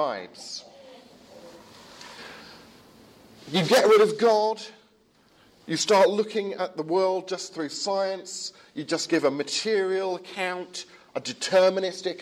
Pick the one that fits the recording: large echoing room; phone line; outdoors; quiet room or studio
large echoing room